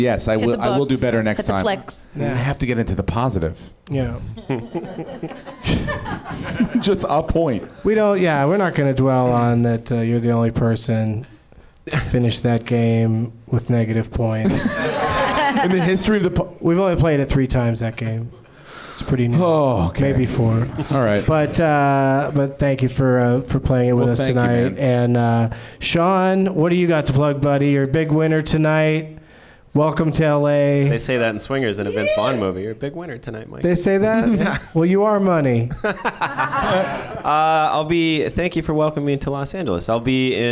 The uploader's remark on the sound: Live from the NerdMelt Showroom in Los Angees